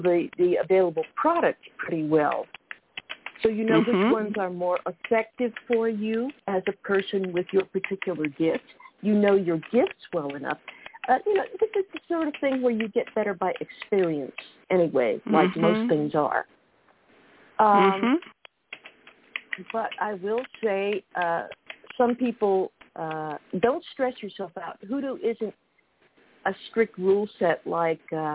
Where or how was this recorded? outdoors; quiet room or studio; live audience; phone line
phone line